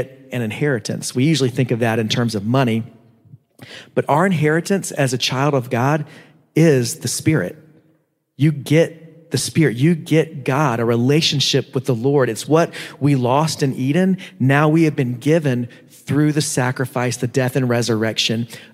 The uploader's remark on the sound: preached at Living Steams Church in Phoenix, AZ